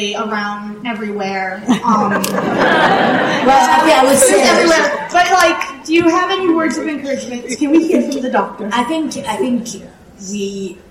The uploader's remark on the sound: Our new best friend provides the audio of the NYCC "Doctor Who" panel. The audience reacts to watching the Series 11 first episode "The Women Who Fell to Earth,".